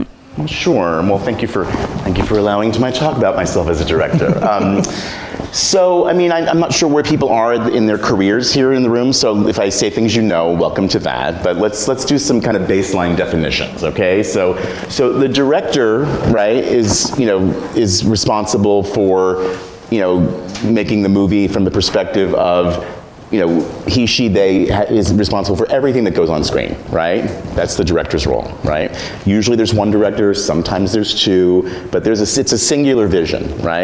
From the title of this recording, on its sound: A Live Show